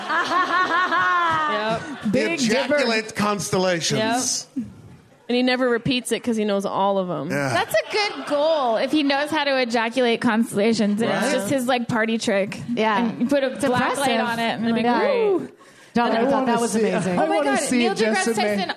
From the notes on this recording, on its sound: LIVE at the Troubadour!